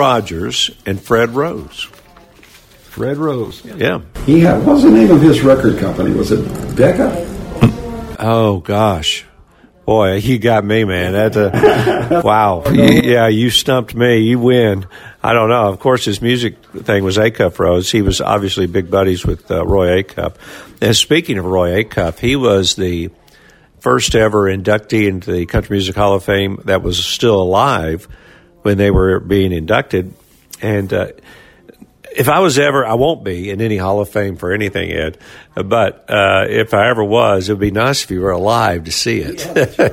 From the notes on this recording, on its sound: is LIVE from the Country Music Hall of Fame in Nashville!